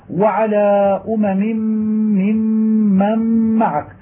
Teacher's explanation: فهذه ثلاثة أحرف مشددات متواليات تشديدهن تشديد متوسط لأن مع كل واحد غنة ظاهرة. والثلاثة الأحرف المشددات مقام ستة أحرف، فهي ست ميمات، وقبل ذلك ميمان خفيفان في أمم، فيجتمع في اللفظ في ذلك إذا وصلت كلامك ثمان ميمات متواليات اجتمعن من أصل ومن إدغام، ولا أعلم أن له نظيرا في القرآن.